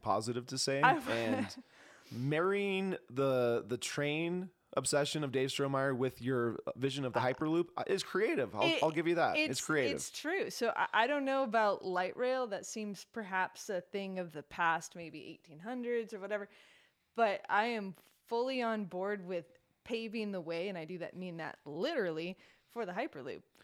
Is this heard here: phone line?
no